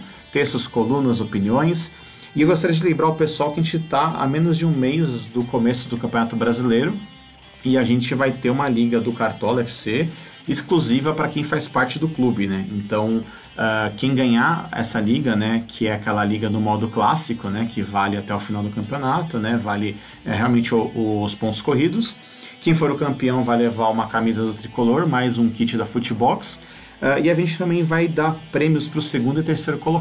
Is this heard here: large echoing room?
no